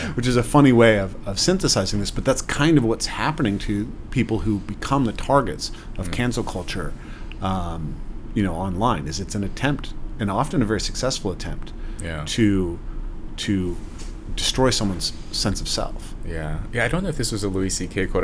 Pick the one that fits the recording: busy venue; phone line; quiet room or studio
busy venue